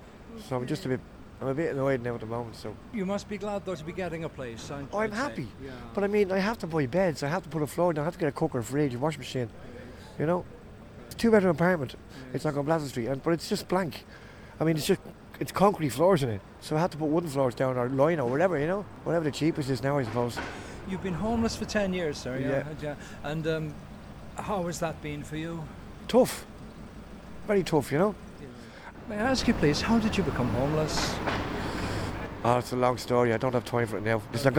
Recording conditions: outdoors